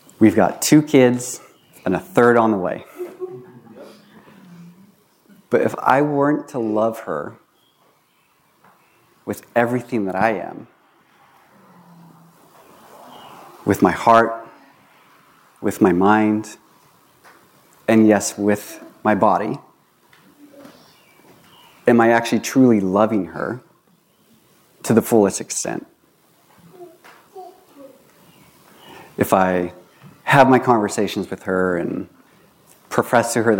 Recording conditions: large echoing room